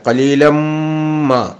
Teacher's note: തെൻവീനെ മീമിൽ ചേർത്ത് കനപ്പിച്ച് വായിക്കണം മീമിനെ